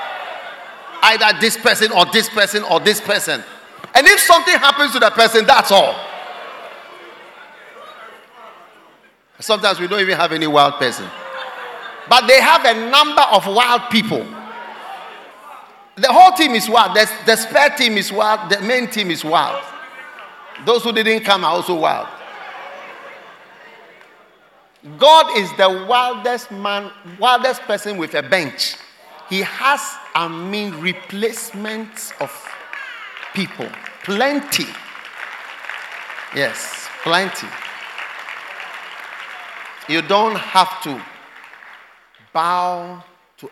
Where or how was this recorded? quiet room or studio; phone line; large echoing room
large echoing room